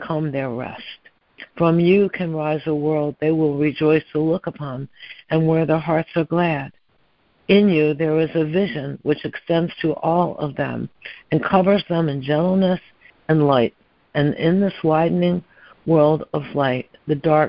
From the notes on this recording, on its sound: ACIM Daily Conference Call.